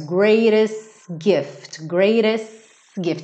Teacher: Ele alonga o S um pouquinho e já entra no gift.